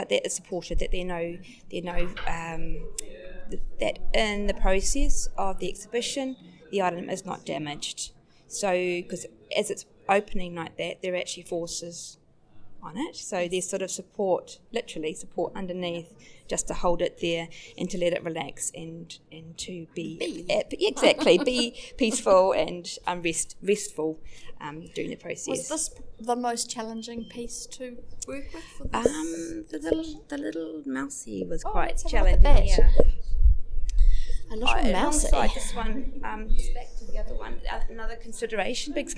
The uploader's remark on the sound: Recorded at the exhibition opening. Background noise is present through interview. Auckland Libraries Heritage Collections. Sound effect is by Cedric Peyronnet of an 1870s working press.